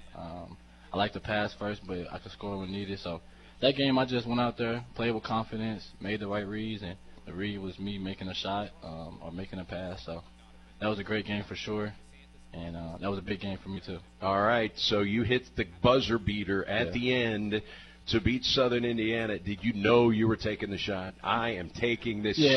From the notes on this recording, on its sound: Live from Wings ETC!